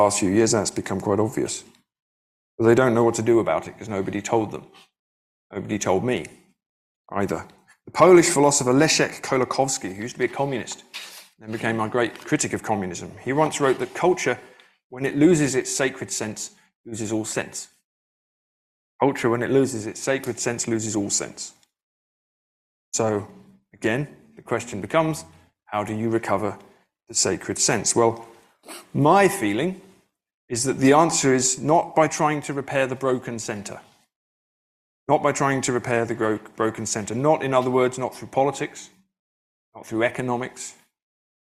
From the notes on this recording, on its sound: delivered the keynote address at the 2023 FPR conference in Madison, Wisconsin